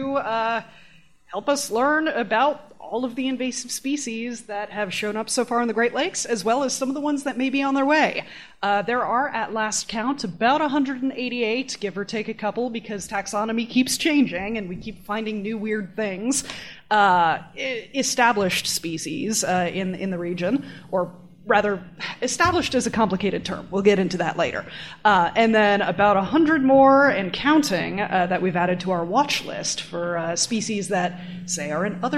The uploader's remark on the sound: We're live from the Great Lakes Sea Grant Network Meeting in Evanston, Illinois.